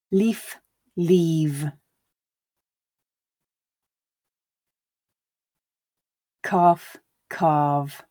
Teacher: you will hear some devoicing of the sound as I switch my vocal cords off before my lips, teeth, mouth finish making the sound. But it's important that you are voicing it initially.